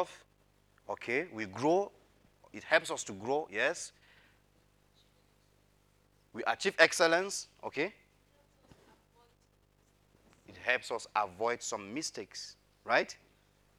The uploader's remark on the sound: Audio recording of the sermon on the 2nd of January, 2022.